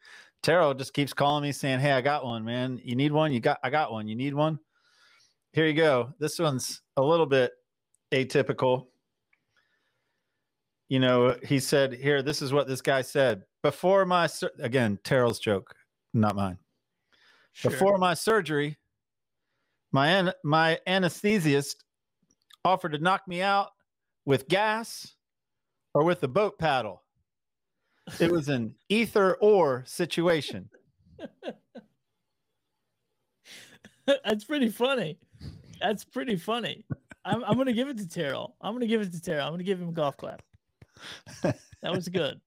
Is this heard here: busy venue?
no